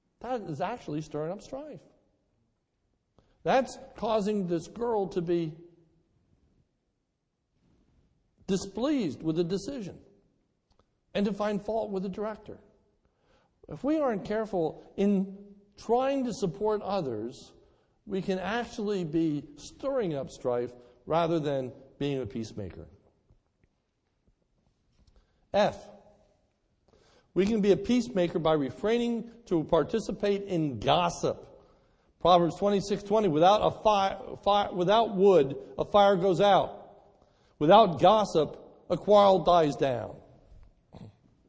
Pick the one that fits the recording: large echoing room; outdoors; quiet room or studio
large echoing room